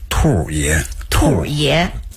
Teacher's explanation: 儿化音在前头。它这个儿化音呢是和那个兔两个音呢混在一起来读